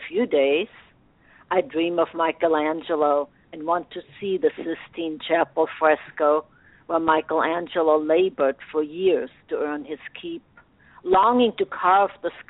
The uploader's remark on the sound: featured callers from Canada, Australis, Chicago, Montclair, New Jersey, Camarillo, California, Evanston Illinois, Kansas City, Missouri, and Birmingham, Alabama